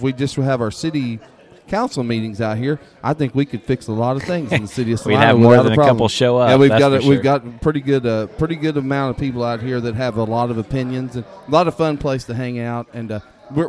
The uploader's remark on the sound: We enjoyed a few frosty beverages on the patio of Great Life in Salina during this recording!